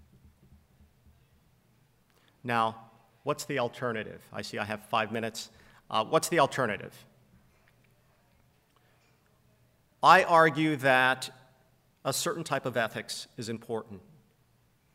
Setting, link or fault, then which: setting, live audience